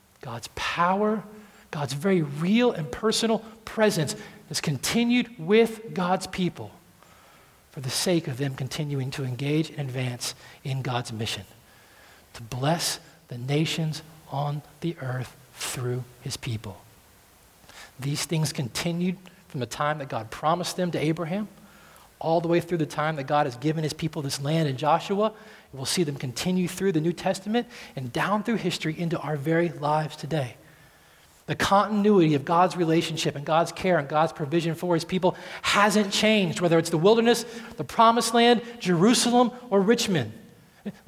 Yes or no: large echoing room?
yes